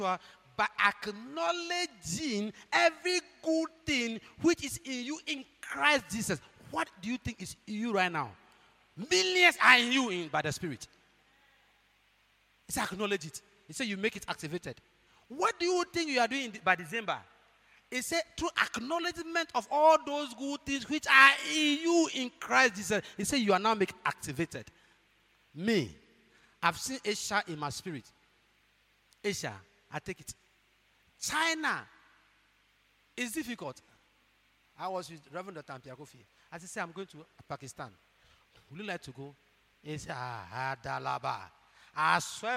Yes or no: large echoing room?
yes